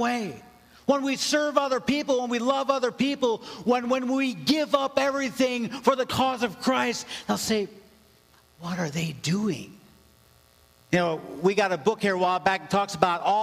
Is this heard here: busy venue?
no